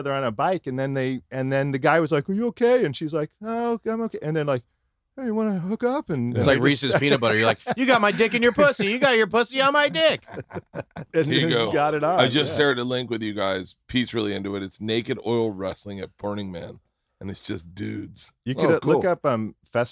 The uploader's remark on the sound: I sit down on the Bus in Portland